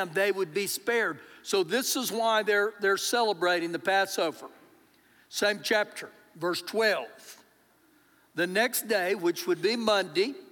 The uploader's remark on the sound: Recorded live during our Sunday morning service